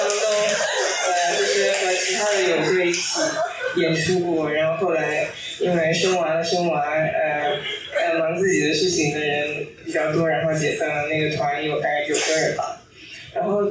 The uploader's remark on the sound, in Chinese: 本次节目为线下活动现场录音，因此声音质量欠佳，请谅解。在演出活动较为丰富、音乐爱好者聚集的加州湾区。还有现场即兴表演。